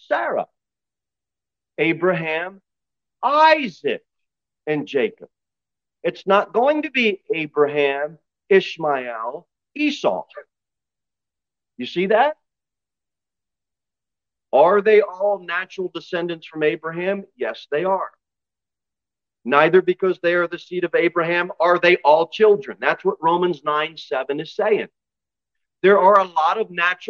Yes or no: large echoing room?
yes